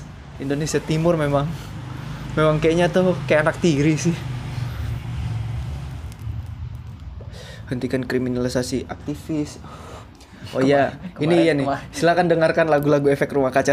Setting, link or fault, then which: setting, outdoors